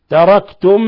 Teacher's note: ميم ساكنة جاء بعدها ميم متحركة أضغمت الميم الأولى في الميم الثانية بما يسمى إضغام مثلين صغير مع غنة من الخيشوم